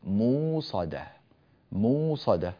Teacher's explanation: كلمة مؤصدة قرأها قالون من غير همز